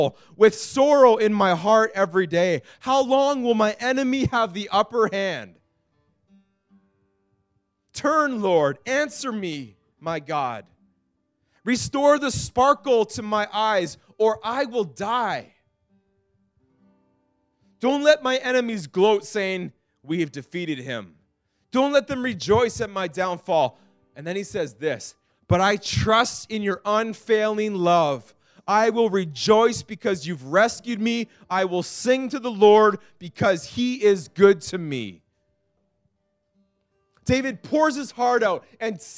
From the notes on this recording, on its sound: This message was preached in January 2019 at Freedom Life Church in Kitchener Ontario